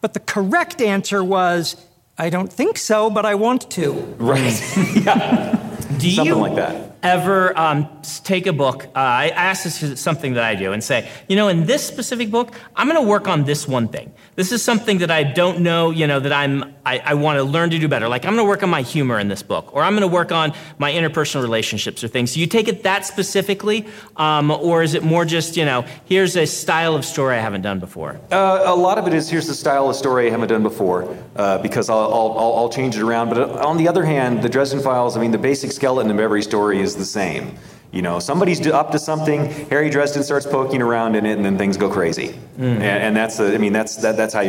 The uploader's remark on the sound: Joined us at NASFIC for a discussion. This episode was recorded before a live audience.